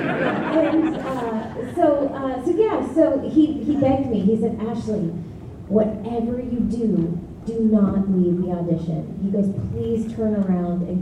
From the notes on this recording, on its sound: Cincinnati Comic Expo 2023. Report from the 2023 Expo floor and bring you some excerpts from a few of the Q&As.